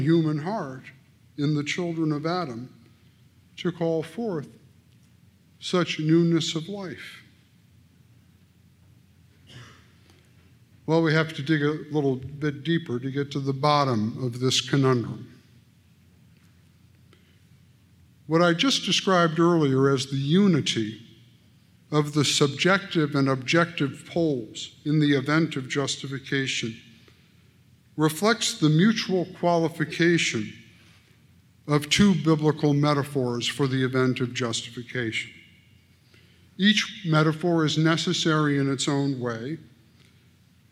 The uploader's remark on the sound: at the Braaten-Benne Lectures in Theology in Indianapolis on August 6, 2019.